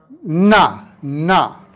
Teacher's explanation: N is an alveolar nasal